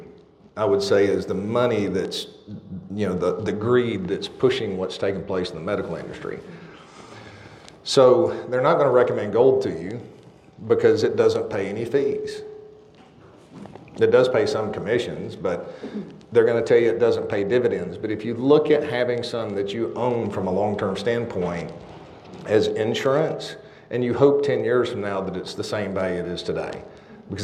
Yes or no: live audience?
yes